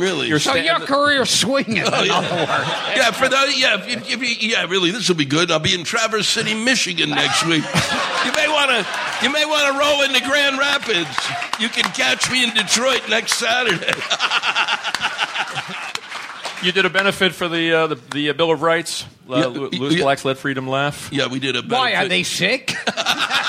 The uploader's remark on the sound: In our first live recording at New York City's Carolines comedy club.